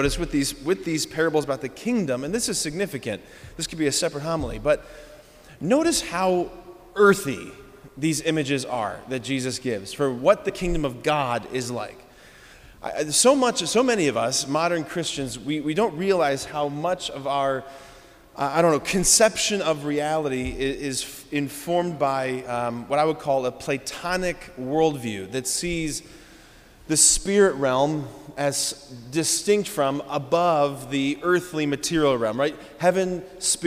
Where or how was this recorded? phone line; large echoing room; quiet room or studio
large echoing room